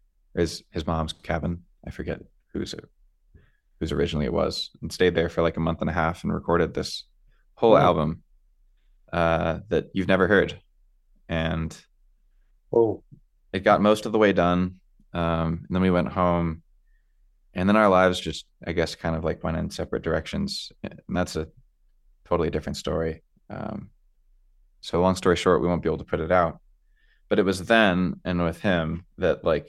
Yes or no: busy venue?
no